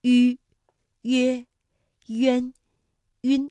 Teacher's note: 两唇要拢圆，略向前凸，舌尖抵住下齿背，使舌面前部隆起和硬腭前部相对，声带震动，软腭上升，关闭鼻腔通路。韵母开头的是迂的韵母呢，我们把它统称为搓口呼。发音的时候，双唇搓拢成圆形，所以叫做搓口呼。迂、约、渊、晕。那大家要注意的是，如果迂前面遇到了鸡、七、西的时候，迂上面的两个点要去掉了。这个顺口溜就是：小迂有礼貌，遇到鸡、七、西就摘帽。这是在书写当中的注意事项。